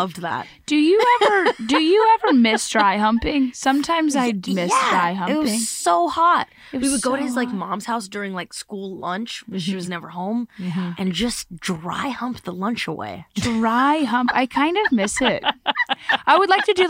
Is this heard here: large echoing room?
no